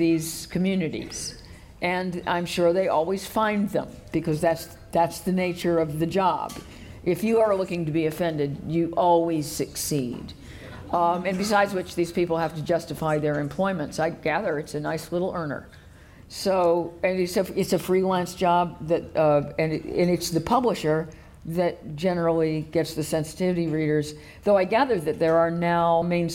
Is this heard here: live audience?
yes